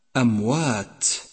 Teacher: أولا، لاحظ أخي صفة الهمس لحرف التاء من كلمة أموات، ستكون واضحة في حالة الوقف لأنك ستقف عليها بالسكون، وبالتالي ستهمس حرف التاء بشكل واضح مسموع